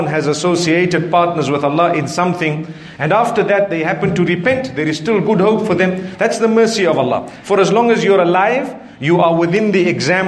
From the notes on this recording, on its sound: Lecture from the Arcadia Masjid in Harare Zimbabwe.